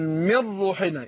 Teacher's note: النون راحت في الراء خالص